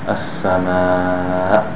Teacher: the Hamza, when you have a sukun, you just cut. It's like cutting off the air.